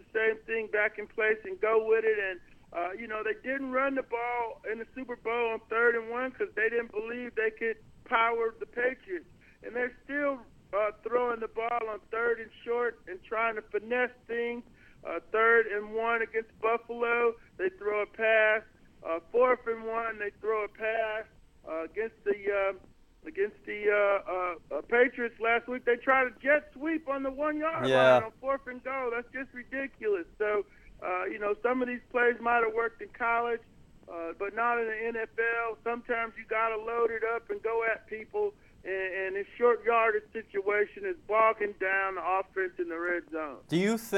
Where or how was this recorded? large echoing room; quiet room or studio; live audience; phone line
phone line